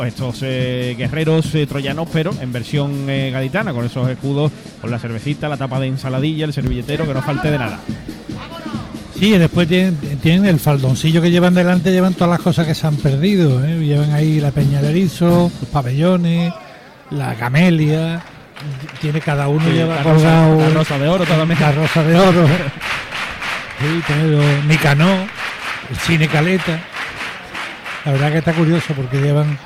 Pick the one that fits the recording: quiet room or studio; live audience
live audience